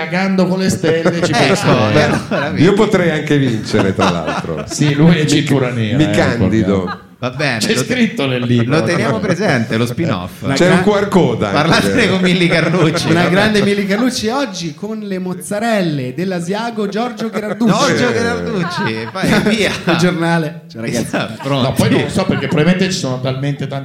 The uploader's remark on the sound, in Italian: live al teatro Franco Parenti di Milano